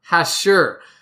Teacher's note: Emphasis on the second syllable